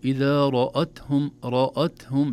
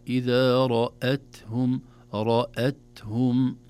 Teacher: تفخم الراء ولا تؤثر على الهمزة بعدها، لأن الهمزة دائما ترقق في سائر أحوالها · Shown in: second take